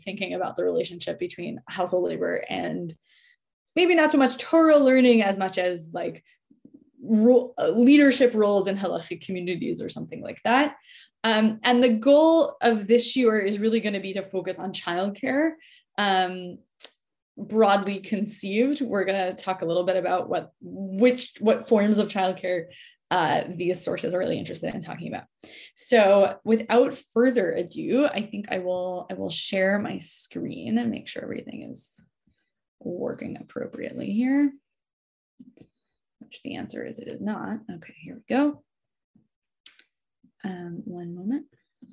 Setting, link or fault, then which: link, video call